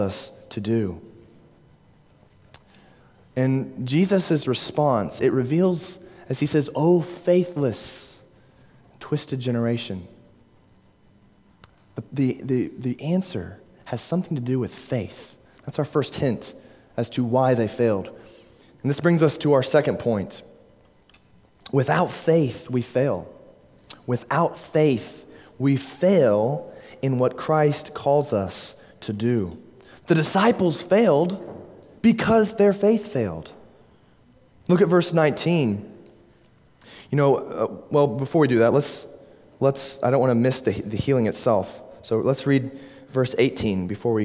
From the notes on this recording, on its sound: at Immanuel Baptist Church, Springdale, Arkansas.